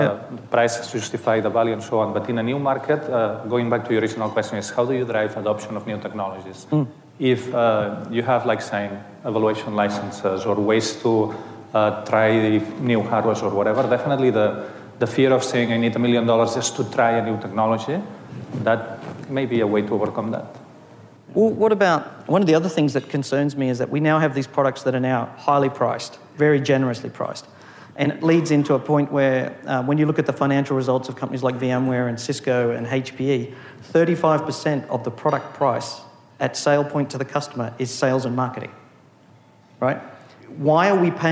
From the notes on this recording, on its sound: Was recorded live at the Future:Net 2017 conference.